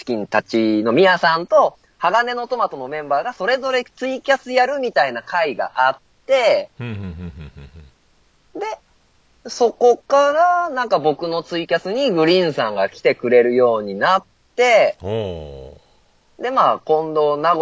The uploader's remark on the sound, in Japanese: 東海市徘徊収録